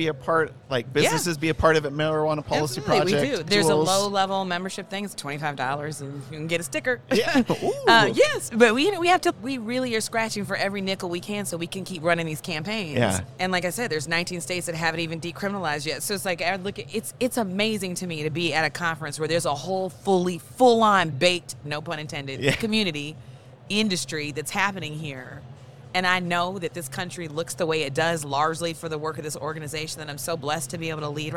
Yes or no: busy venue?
yes